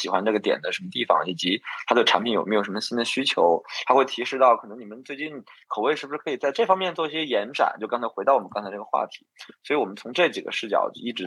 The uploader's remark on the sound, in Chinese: 本期内容是CBNData「新消费“真”言·系列云上对谈」圆桌对谈第三场直播实录。